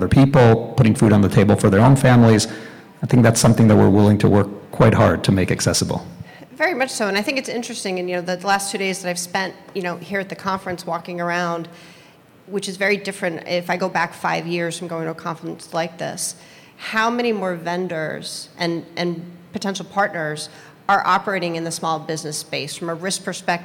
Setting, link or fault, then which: setting, live audience